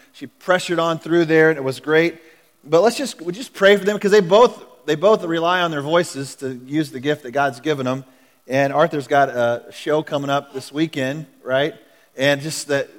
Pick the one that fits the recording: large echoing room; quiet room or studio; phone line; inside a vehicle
large echoing room